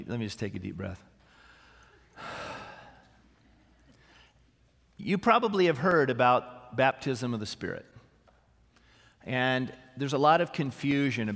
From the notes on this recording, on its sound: This sermon was originally preached on April 29, 2018, at Grace Baptist Church in Santa Clarita, CA